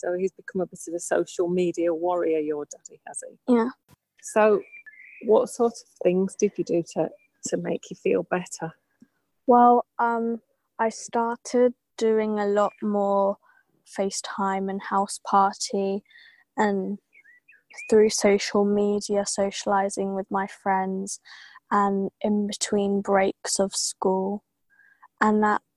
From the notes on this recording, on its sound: Recorded in the garden (with a couple of connection blips)